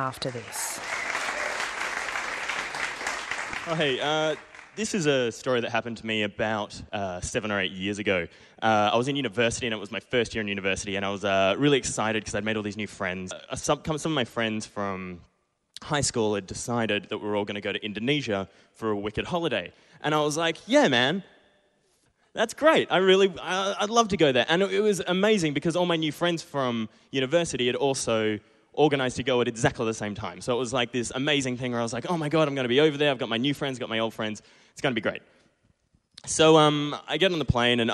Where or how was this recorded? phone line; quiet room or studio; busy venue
busy venue